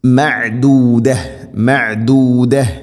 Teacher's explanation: മഅദൂദ ഐനിൻ്റെ ഉച്ചാരണം തൊണ്ടയുടെ മധ്യഭാഗം. മഅദൂദ മഅദൂദ ഇങ്ങനെയാണ് ഓതേണ്ടത്, മഅദൂദത് എന്നല്ല മഅദൂദ.